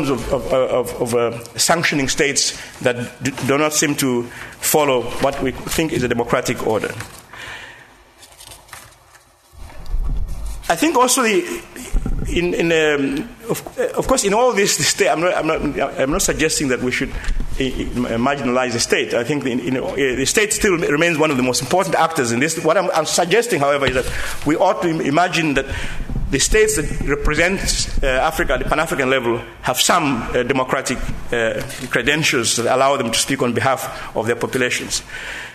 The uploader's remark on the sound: An audio recording of the proceedings of the LSE Cape Town Conference 2014 Africa in the World, The World in Africa